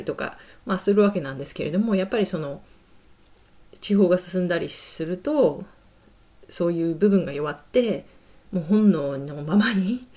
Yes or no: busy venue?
no